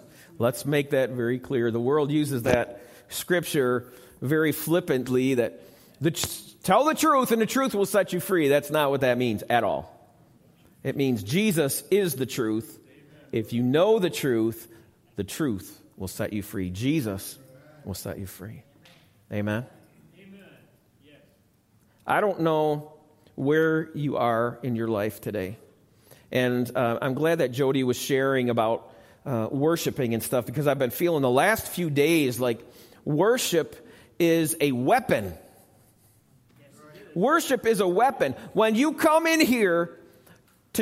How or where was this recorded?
large echoing room